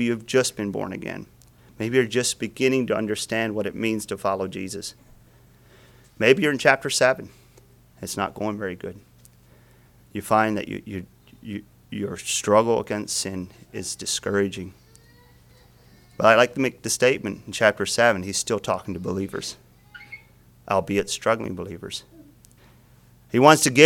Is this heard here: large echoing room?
yes